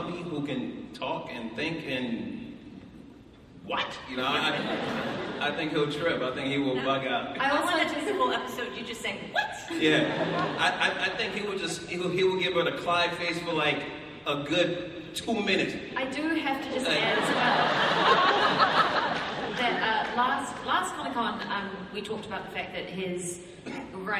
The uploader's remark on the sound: IZombie SDCC panel 2015. Take fan questions from their panel at SDCC 2015!